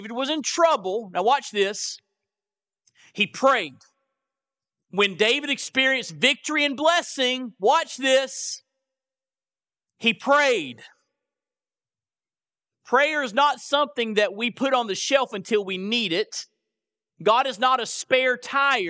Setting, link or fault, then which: setting, large echoing room